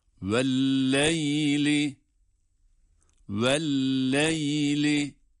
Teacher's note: bu lam harfi görülen haliyle şeddeli okunduğu için şedde var olmasına rağmen tutmuyoruz. Çünkü lam harflerinin tutulmadığını biliyoruz şeddeli halde de.